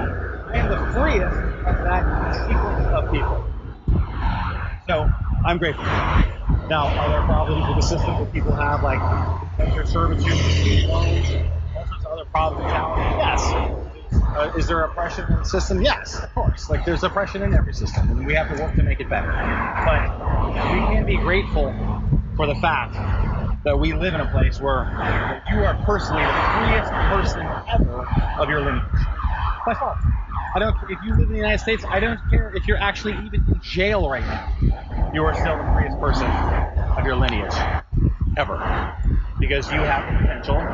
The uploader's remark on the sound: Terrible sound quality and early thoughts.